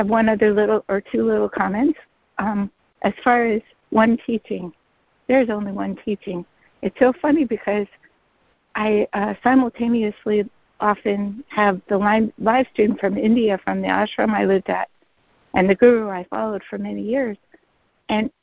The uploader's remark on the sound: ACIM Daily Conference Call.